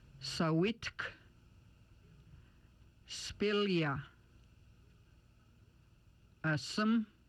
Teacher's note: The S sound is made by the tongue touching the back of the teeth, allowing the air to pass through a narrow passage. Sounds like the S in sing.